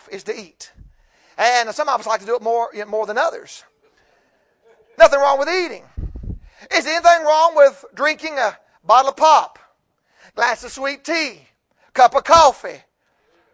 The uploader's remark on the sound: Preached Tuesday evening of Homecoming Revival